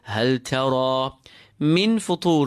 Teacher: We cover the noon with the letter following it, which in this case is the fa. The noon there is light and we have to prepare our mouths for the fa. · Term: ikhfa